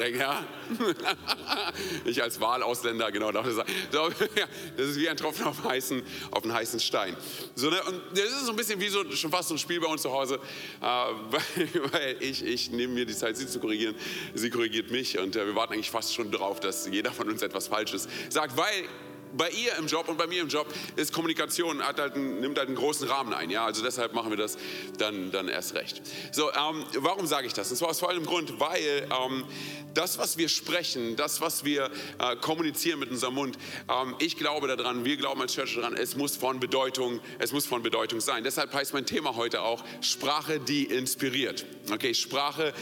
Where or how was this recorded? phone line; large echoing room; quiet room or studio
large echoing room